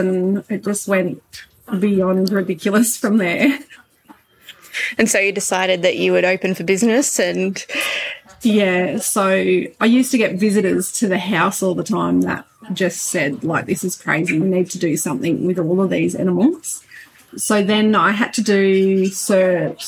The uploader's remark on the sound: We have a noisy episode for you this week